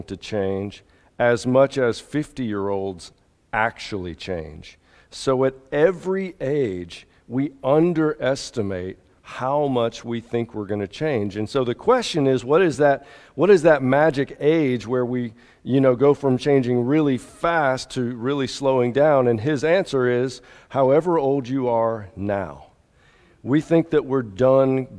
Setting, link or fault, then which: setting, large echoing room